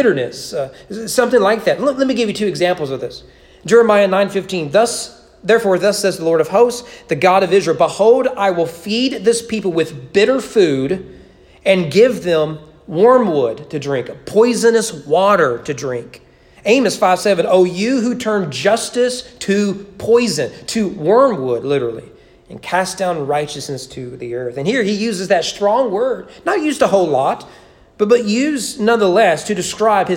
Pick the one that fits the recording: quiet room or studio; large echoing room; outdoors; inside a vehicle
large echoing room